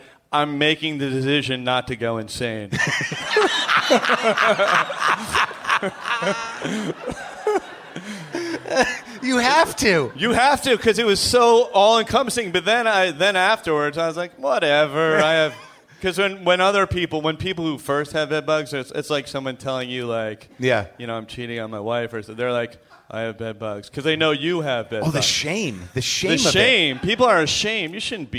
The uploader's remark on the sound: Recorded at The Bell House in Brooklyn.